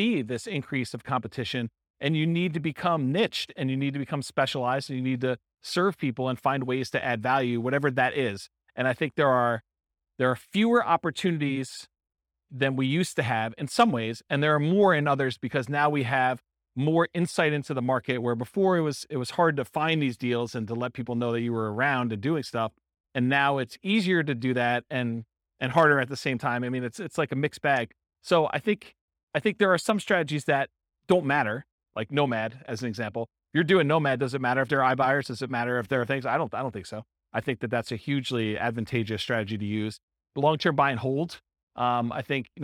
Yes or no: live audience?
yes